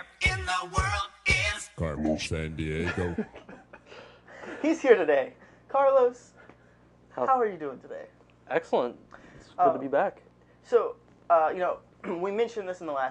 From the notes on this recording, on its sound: The audio for this episode was recorded on different microphones which we later found had a loss in quality.